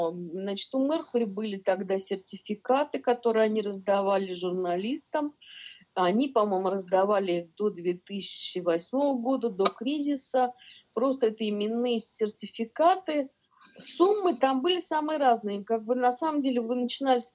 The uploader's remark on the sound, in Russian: В пандемию прошлой весной мы говорили с ней по Zoom. Запись не студийная, Zoom.